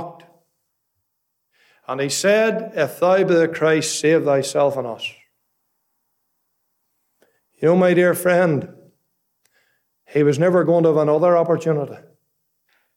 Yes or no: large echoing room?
yes